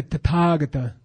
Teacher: The TH is just a ta, okay? It's not a the, okay?